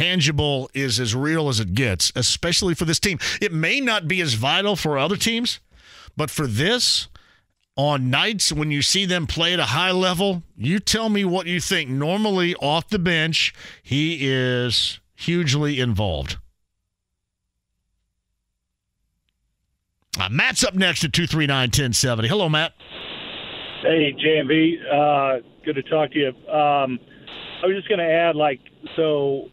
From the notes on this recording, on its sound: LIVE in studio. Keeps the show rolling some phone calls! Questions and comments from listeners online!